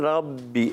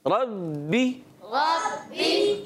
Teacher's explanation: ये होंठों के तर हिस्से से बा अदा होता है, होंठों के तर हिस्से से बा, और मीम होंठों के खुश्क हिस्से से · Shown in: second take